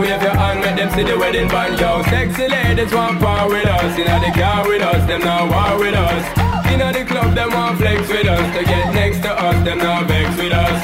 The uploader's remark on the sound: LIVE AT THE CAMP IN HUNTSVILLE AL